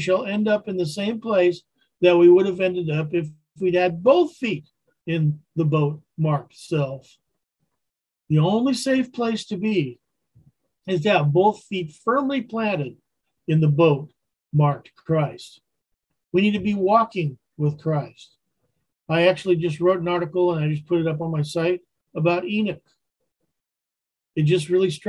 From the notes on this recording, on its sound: Wednesday Zoom study.